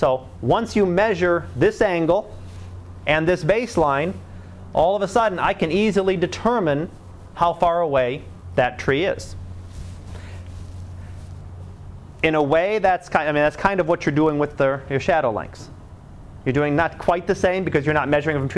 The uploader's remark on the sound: Live Class Lecture